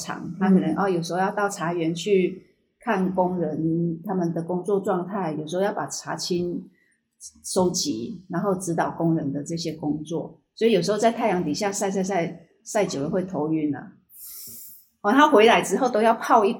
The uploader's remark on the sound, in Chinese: 干脆在品牌工作室里架起手机录起节目。因室内环境问题，音质欠佳。